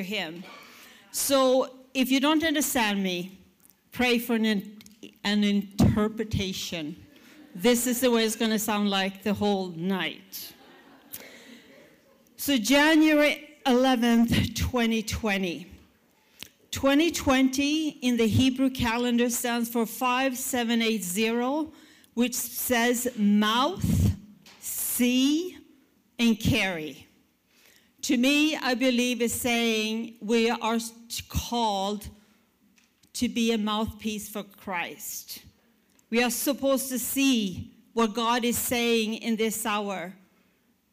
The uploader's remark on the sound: at our January 2020 Resurgence Edmonton Gathering